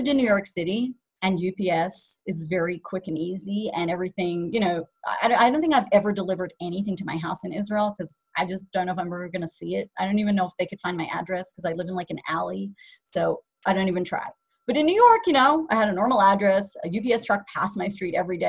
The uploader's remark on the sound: Zoom Class